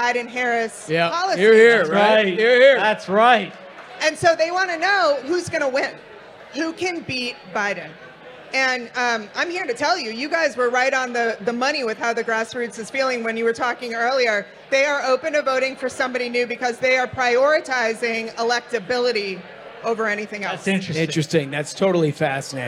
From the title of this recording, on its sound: LIVE! From Washington, DC